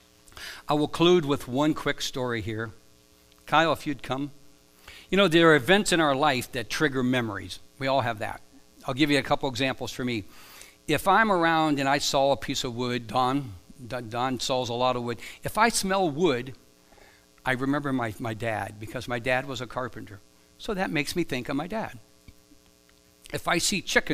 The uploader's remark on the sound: Live from The Summit Church in Dover, OH.